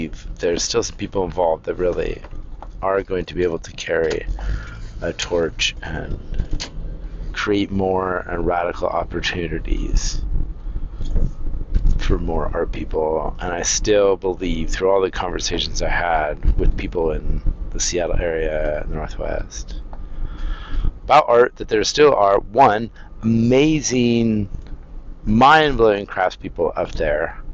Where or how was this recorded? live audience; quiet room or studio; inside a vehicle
inside a vehicle